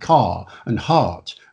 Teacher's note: RP is one of those rare accents where you don't pronounce the R after the vowel in words like car and heart